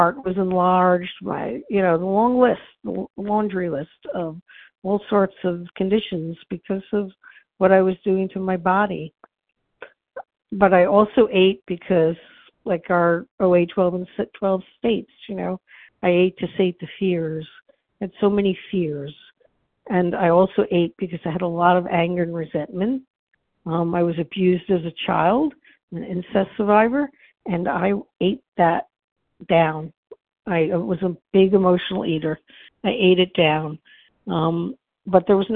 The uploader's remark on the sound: from the 100 Pounders Phone Meeting, 8/16/23.